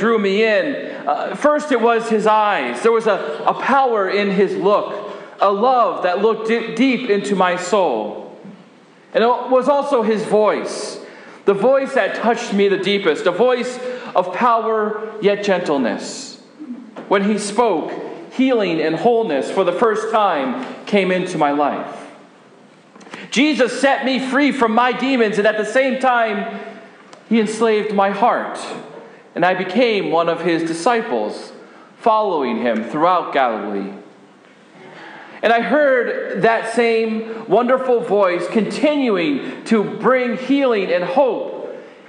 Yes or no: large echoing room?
yes